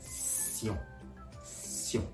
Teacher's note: う発音では、非常によく出てきますので、このボインもマスターしましょう。ボインというのは、シオンとまずカタカナで発音してみてください。そしてこのシオンと発音しながら同時に鼻から息を抜かすように発音するところがポイントです · Term: 鼻から息を抜く